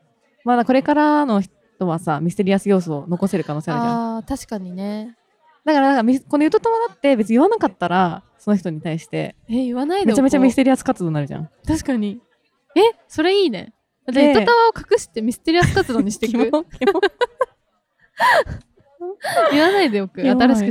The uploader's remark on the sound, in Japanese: 外で収録したため雑音sorry